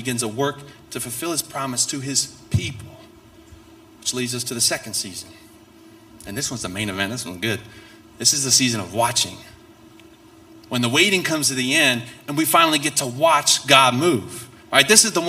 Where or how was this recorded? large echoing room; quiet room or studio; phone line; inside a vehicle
large echoing room